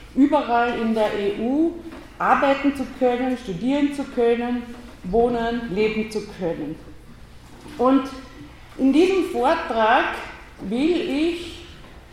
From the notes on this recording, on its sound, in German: Ringvorlesung im WS 2016 Vortrag